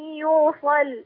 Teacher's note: بس هي ملاحظة بقى اللام اللي هي يوصل مغلظة